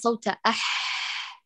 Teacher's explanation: بالإتيان ببحة في الحاء، لابد أن نسمع صوت أح · Term: بحة الحاء